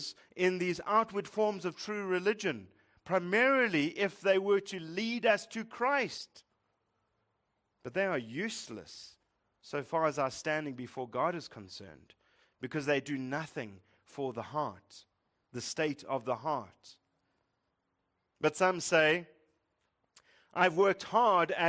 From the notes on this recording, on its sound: Preached at Living Stone Bible Church, Fourways/Bryanston, South Africa.